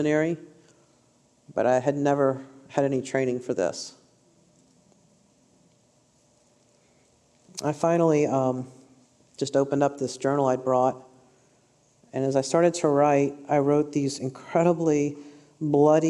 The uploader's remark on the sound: a highlight session from this year’s Restore Conference